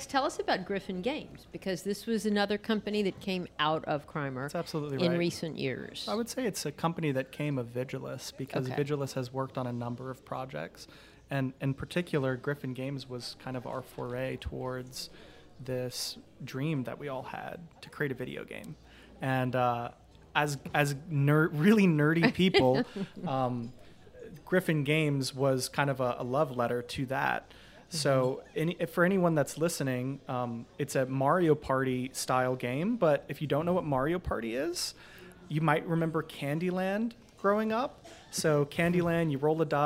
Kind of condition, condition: setting, busy venue